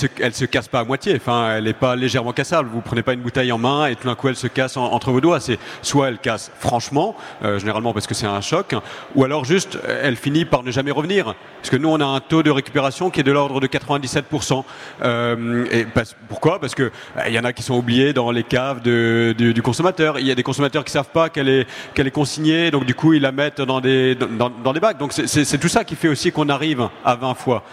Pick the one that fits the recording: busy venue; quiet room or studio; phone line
busy venue